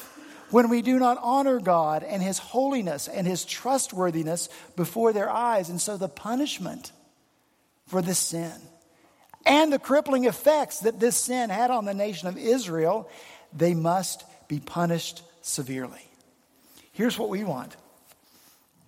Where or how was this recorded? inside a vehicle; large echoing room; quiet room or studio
large echoing room